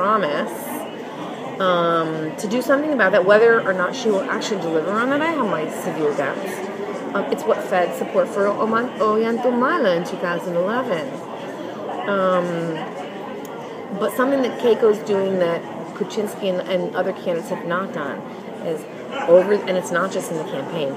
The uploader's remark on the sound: The program includes two interviews recorded at the recent Latin American Studies Association (LASA) meetings in New York City.